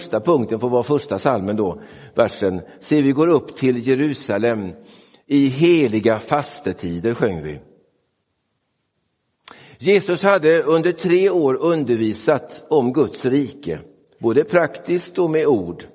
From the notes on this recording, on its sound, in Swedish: Inspelad i Roseniuskyrkan den 11 februari 2024.